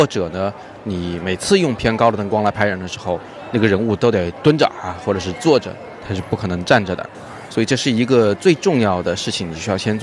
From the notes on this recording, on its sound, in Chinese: 我是在街头陪大家早自习，所以稍微有点噪音，请大家见谅。